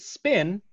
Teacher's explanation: the P in spin does not have a puff of air